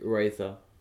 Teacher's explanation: Weiter geht's mit R. Ähm, das R ist eher so ein Zungenspitzen-R wie im Englischen